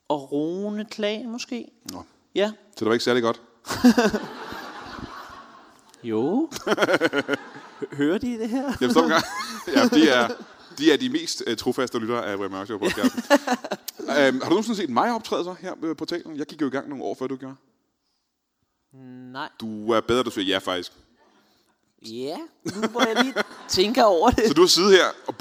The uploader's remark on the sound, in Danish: LIVE fra Portalen i Greve